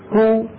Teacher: الحرف الأول كاف مضمومة إذا لابد من ضم الشفتين، كو، الحرف الثاني هو اللام الأولى من اللام المدغمة، شو حركتها؟